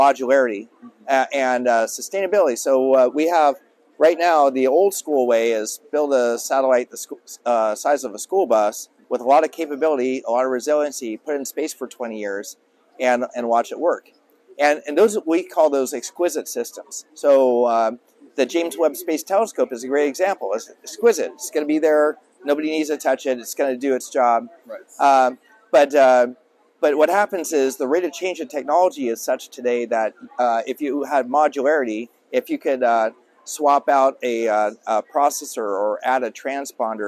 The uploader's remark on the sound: Live from RNDF22